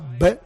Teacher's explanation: La B es una labial explosiva